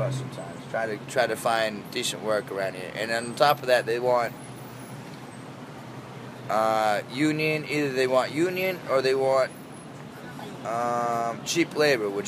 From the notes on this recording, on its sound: Sitting on the sidewalk a block south of Washington Square Park.